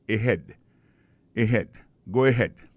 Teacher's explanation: accent tonique là tombé sous deuxième syllabe